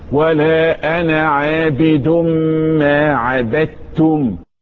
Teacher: اتلغت الدال اتدمجت جوه التاء